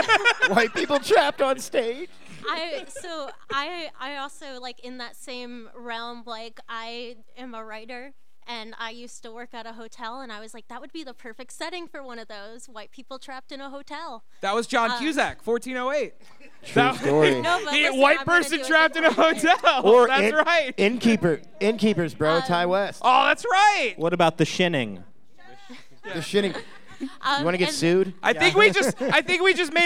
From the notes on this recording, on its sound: Live at Creature Feature Weekend. We recorded a live panel at Creature Feature Weekend in Gettysburg.